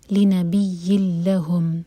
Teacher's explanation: تنوین کے بعد لام، تو ادغام بغیر غنہ کا